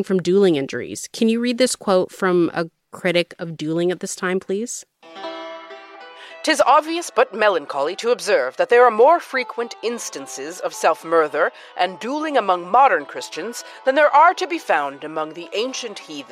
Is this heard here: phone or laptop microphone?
no